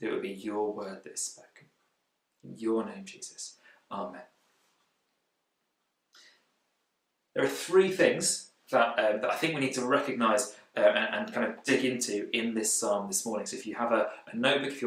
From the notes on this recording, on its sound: Recorded at freedomcentre church, Preston on Sunday 21st June 2020